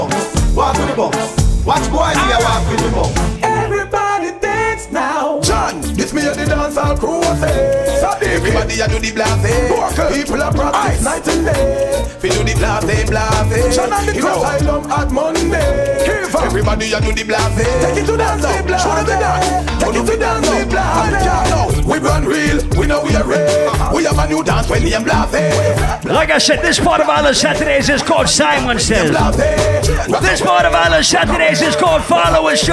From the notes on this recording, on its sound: LIVE AUDIO. A recording of my set at Island Saturdays on Jan 20th.